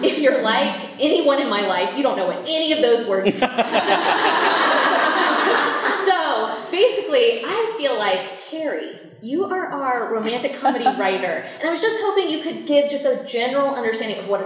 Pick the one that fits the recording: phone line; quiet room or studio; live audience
live audience